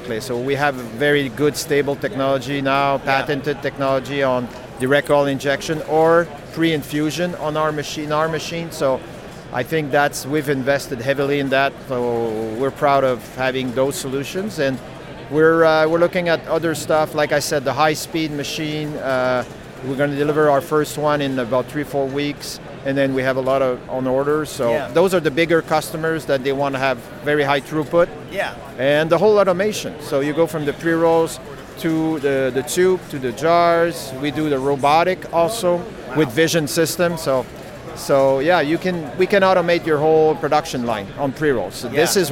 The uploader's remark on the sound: interview recorded on-site at the CWCBExpo